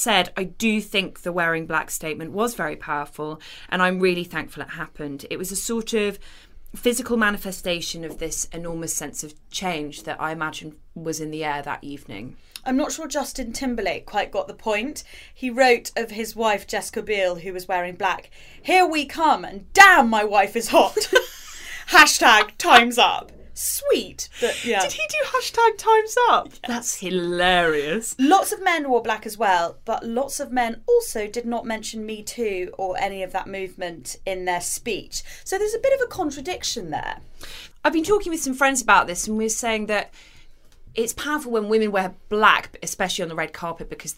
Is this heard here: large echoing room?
no